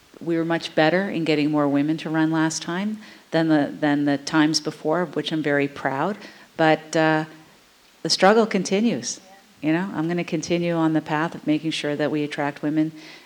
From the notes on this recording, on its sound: In a candid discussion recorded in front of a live audience at The Royal Cinema in Toronto.